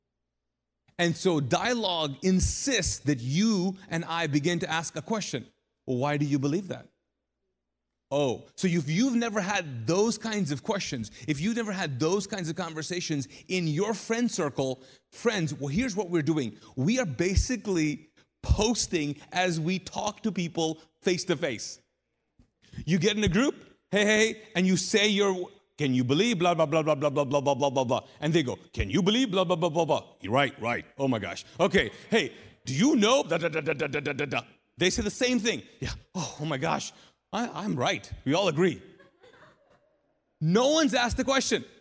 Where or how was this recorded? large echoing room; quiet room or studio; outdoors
large echoing room